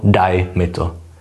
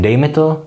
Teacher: změnu stejnoslabičného aj na ej